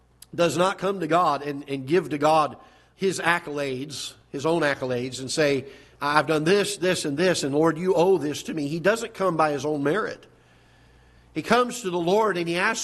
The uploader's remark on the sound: Ketha Heights Baptist Church ~ Live Broadcast